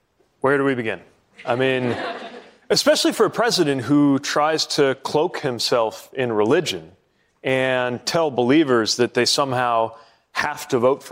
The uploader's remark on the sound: during a live town hall